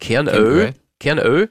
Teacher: In der Obersteiermark wird diphthongiert